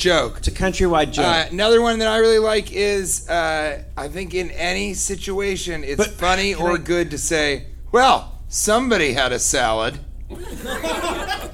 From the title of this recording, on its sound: Live from Oxnard Levity Live